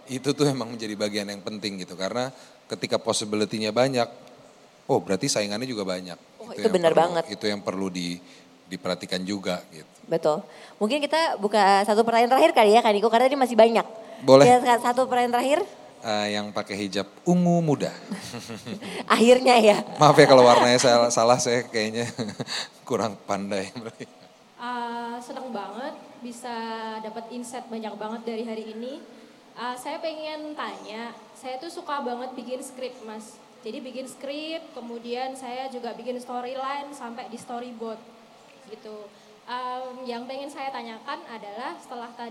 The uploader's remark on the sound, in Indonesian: Special Live On Stage di Kota Solo. Kita hadir di Puro Mangkunegaran, Surakarta.